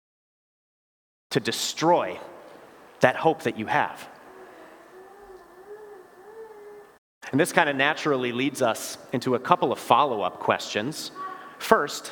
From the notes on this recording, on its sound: Bethany, Appleton, WI. Preached this sermon at Bethany's Confirmation Sunday worship.